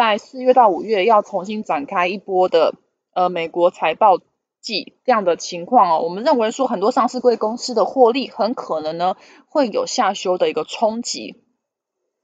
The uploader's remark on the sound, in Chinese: 本集有些許雜音，已亟力避免，如有察覺請多多包涵